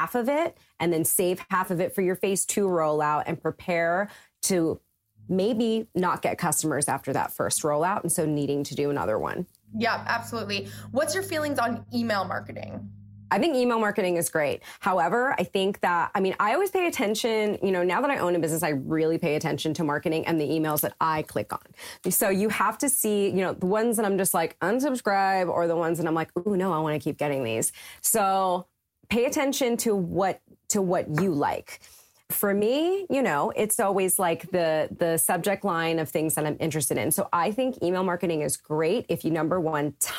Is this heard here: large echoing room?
no